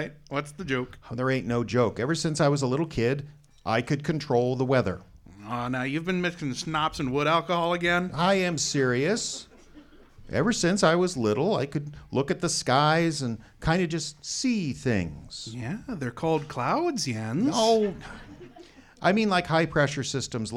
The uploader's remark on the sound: This program was recorded on January 19, 2024 at the Salty Jester in International Falls in front of a live audience.